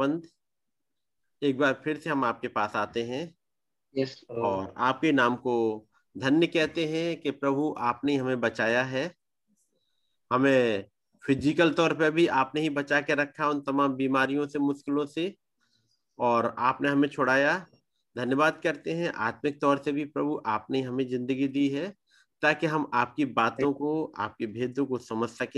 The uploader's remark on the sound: Arunachal Pradesh. Zoom Meeting.